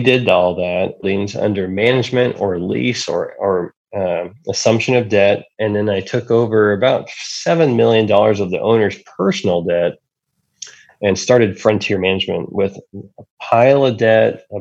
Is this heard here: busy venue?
no